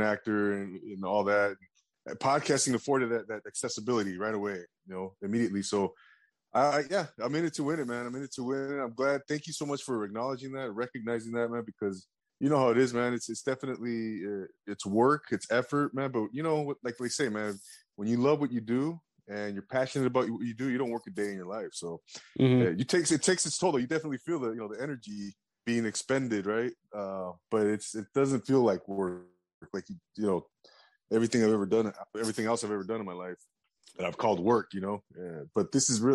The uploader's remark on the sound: drops in on a zoom chat